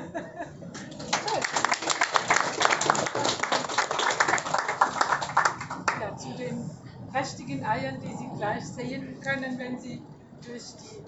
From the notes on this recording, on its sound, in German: Heute möchten wir von der Eröffnung der neuen Ausstellung erzählen. Live-Mitschnitte der Eröffnungsreden.